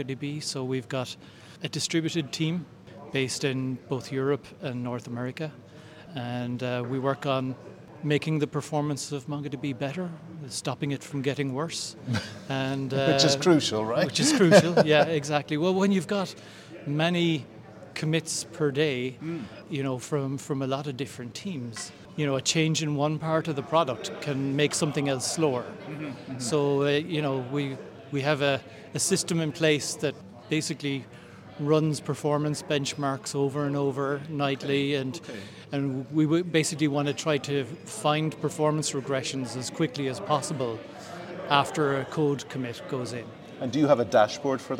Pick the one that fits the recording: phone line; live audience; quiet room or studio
live audience